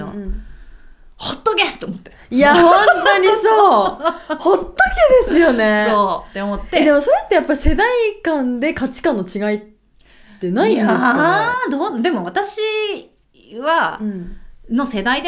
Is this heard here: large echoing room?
no